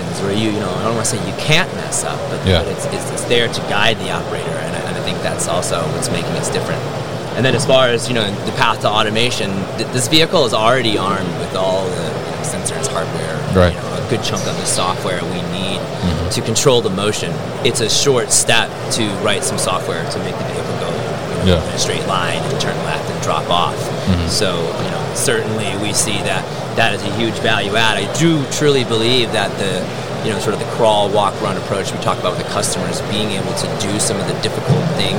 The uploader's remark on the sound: at MODEX 2022